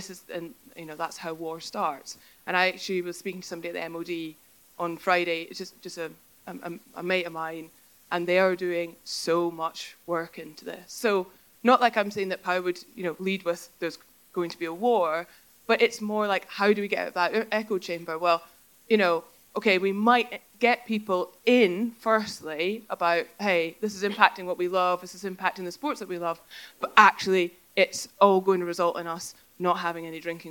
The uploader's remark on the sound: Recorded live in front of an audience at the 2023 Kendal Mountain Festival. Pull together a panel for a discussion.